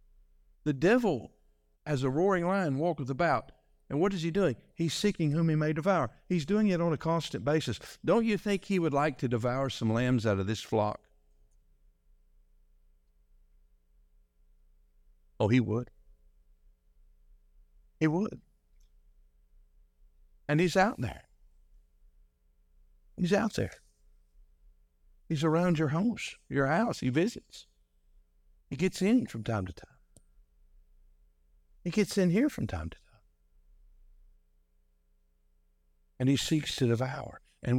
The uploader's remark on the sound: This message was delivered on January 14, 2024, during our evening service.